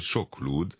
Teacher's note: Tehát a K-t nem ejtjük zöngésen, holott utána egy zöngés más.